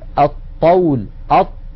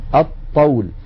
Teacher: فإذا يحولون لام التعريف إلى الحرف الذي جاء بعدها، مثلا هذا المثال الطول، يحولون اللام إلى طاء فيصير عندي طاءان، طاء ساكنة وطاء متحركة أي متماثلان، والأول ساكن فيدغمون الطاء الأولى في الثانية فيقولون الطول. · Term: اللام الشمسية